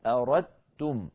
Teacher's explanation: الدال والتاء من مخرج واحد لأنهما حرفان متجانسان، يعني من مخرج واحد، والفرق بينهما في بعض الصفات، لذلك